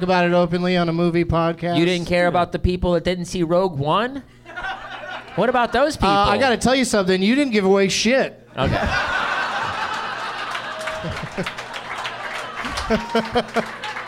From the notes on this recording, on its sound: Live from the American Comedy Company in Sweet Home San Diego